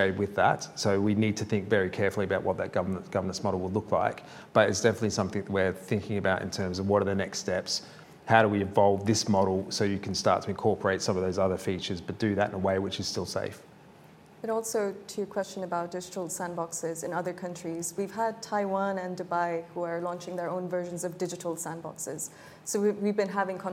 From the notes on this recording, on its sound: Each speaker had eight minutes, followed by eight minutes of questions from the audience.